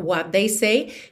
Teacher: What they, a gente já junta num som só